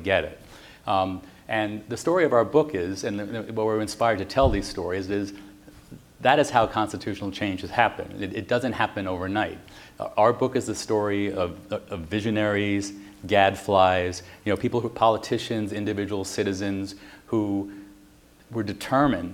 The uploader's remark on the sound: Constitution Day Celebration. Live audience Q&A.